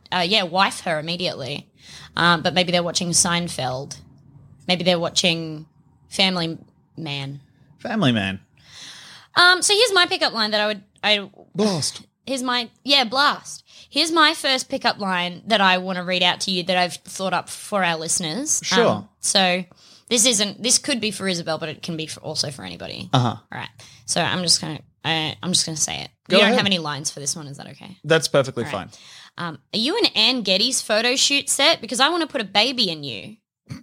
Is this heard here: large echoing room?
no